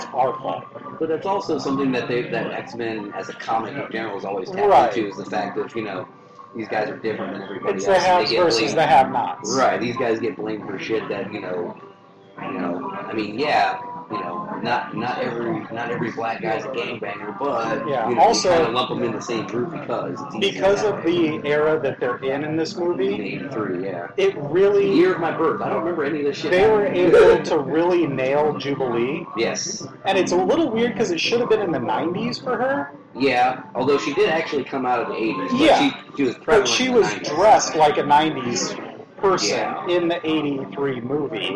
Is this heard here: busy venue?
yes